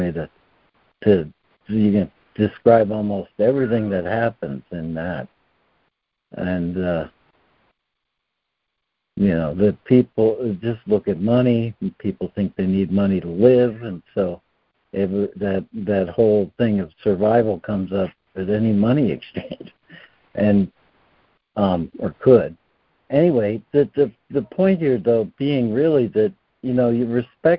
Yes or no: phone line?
yes